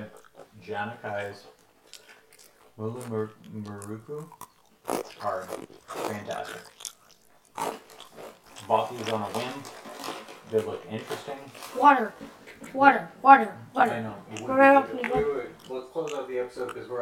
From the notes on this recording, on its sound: we're sorry about the audio, something got messed up and we're just having to roll with it.